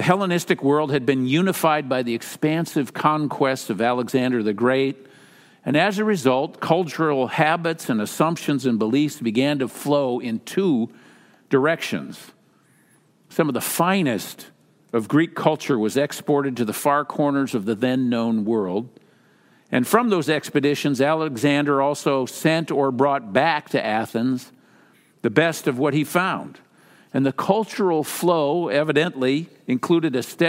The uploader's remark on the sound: Message is delivered during the Traditional Worship service.